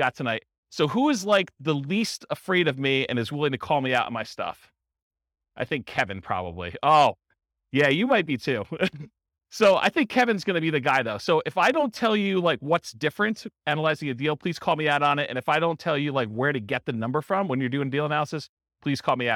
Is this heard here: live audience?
yes